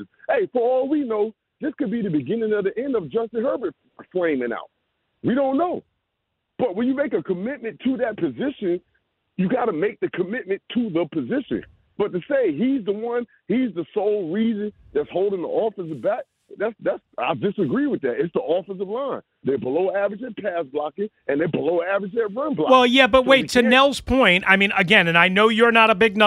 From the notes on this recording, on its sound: Back to the phone lines. Continuing your calls.